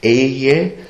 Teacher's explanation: Dann wird das Ganze beseelt, indem ein He dazukommt, also dieses Wort Ehe wird behaucht gesprochen, mit einem H behaucht gesprochen